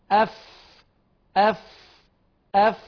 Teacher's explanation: بطن الشفة السفلى، بدليل انظر للاسنان وهي تصطدم ببطن الشفة · Term: الفاء